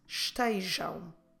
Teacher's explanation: You finish with your lips closed.